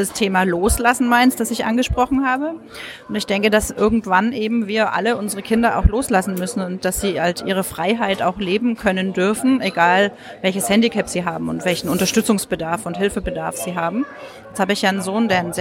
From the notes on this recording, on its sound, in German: Bericht von 3. Leipziger Autismustag. Ich hatte gestern auch ein Aufnahmegerät dabei und konnte so mit ein paar Leute reden.